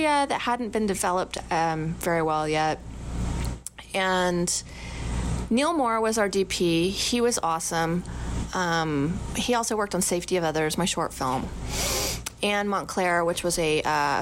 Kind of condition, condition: fault, sounds in the background